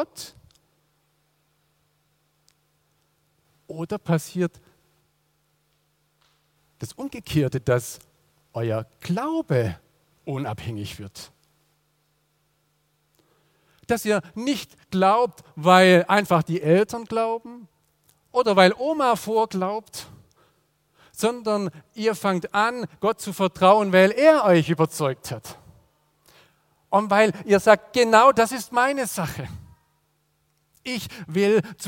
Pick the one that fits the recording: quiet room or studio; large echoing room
large echoing room